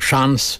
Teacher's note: Shqiptojmë kështu shans me zanore të thjesht gojore